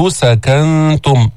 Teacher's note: جئنا بالإخفاء في النون الساكن عند التاء